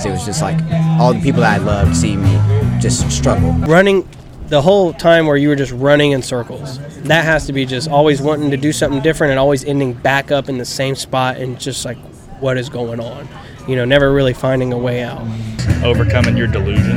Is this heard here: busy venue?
yes